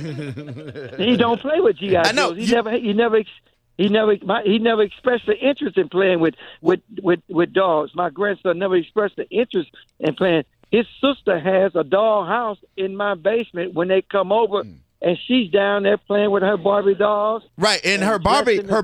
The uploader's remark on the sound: called into the show